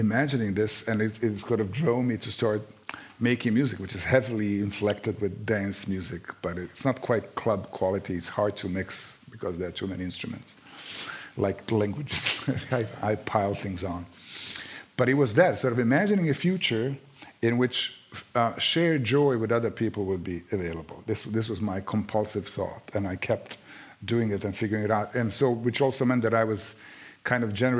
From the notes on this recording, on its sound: On stage for a conversation on love in wartime and the explosive power of literature.